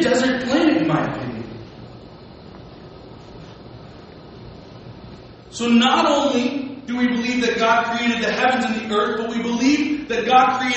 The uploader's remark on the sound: Today's recording was not planned so please forgive the audio!